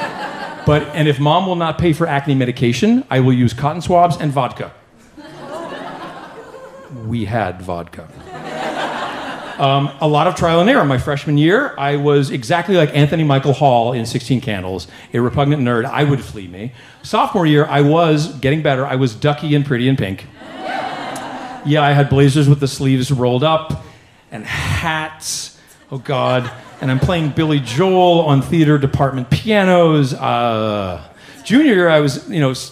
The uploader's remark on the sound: Live at the Bell House